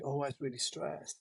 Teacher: And they've got that little fry bit at the end of their voice. Their voice kind of crackles away a little bit. · Term: voice fry